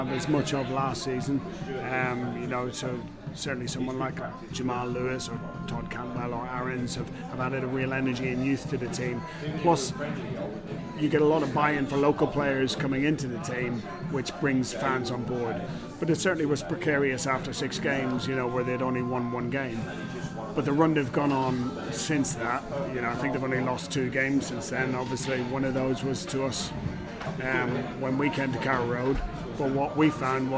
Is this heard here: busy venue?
yes